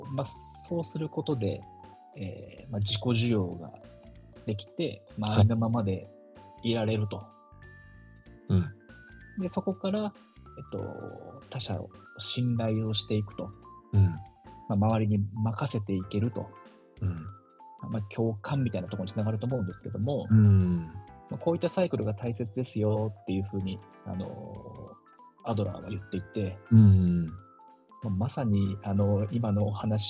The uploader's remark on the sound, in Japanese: リモート収録の不備で音質にお聞き苦しい点が多々あります